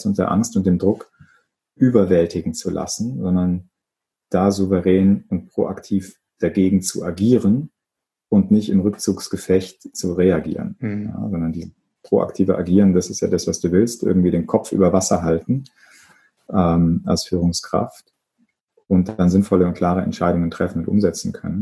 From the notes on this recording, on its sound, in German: Für diese Folge habe ich mich zum Zoom Call